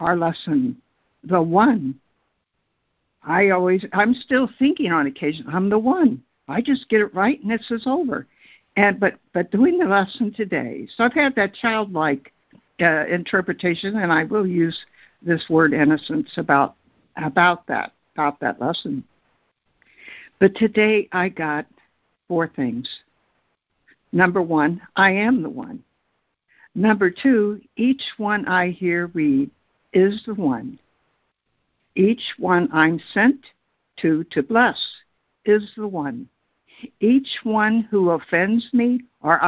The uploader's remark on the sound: ACIM Daily Conference Call